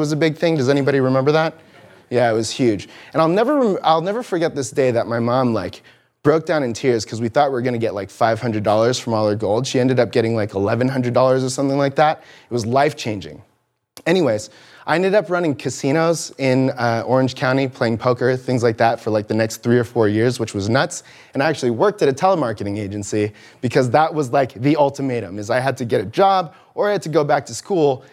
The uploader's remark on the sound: Audio from the live presentation on developing a content plan at TCVN in Irvine California.